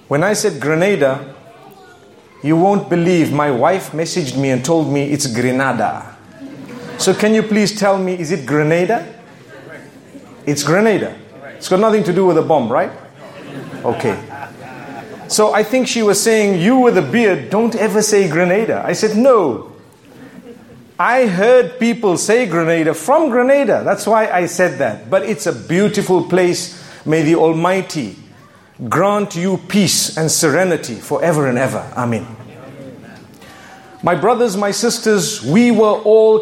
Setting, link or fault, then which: setting, live audience